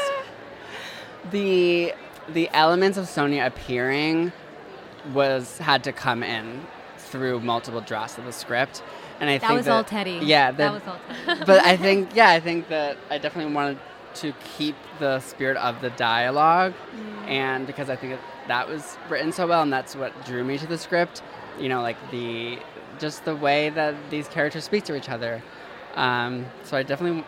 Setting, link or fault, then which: setting, busy venue